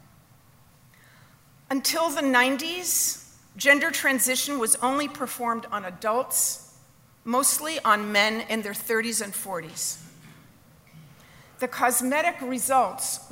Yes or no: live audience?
yes